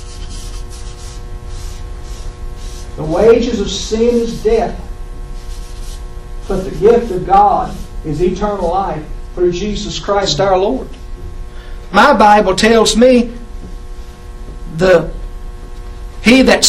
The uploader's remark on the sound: In one of the chapel services from my previous Bible College. Please excuse the quality of the recording.